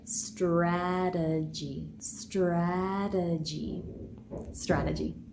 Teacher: The first syllable is the tonic or stressed syllable. The vowel sound is ah, ah.